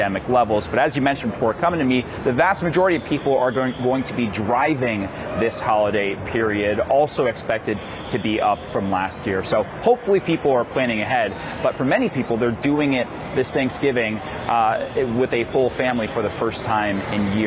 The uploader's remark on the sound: 6 people have been killed in a mass shooting at a Walmart in Chesapeake, Virginia. Reports live from the scene.